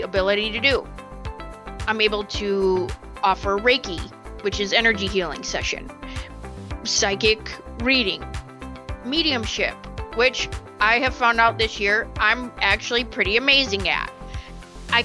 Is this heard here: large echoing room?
no